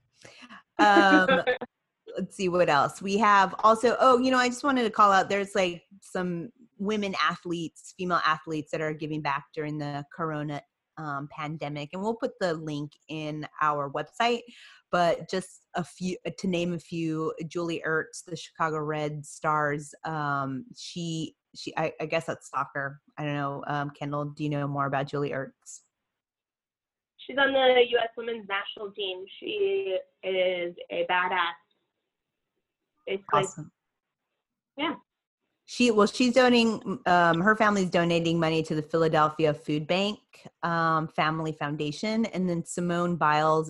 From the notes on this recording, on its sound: We are still under Stay-at-Home protocol due to Covid_19, so instead of being in the studio, we take to Zoom to record this episode. In this pre-recorded show.